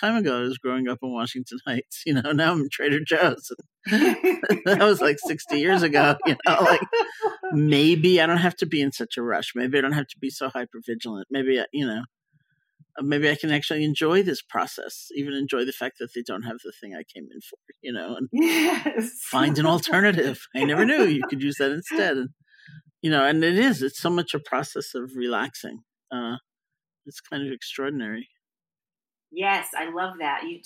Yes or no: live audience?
no